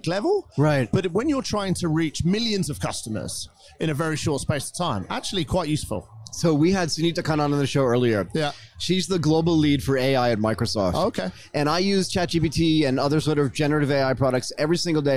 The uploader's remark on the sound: During this broadcast at the Singapore Fintech Festival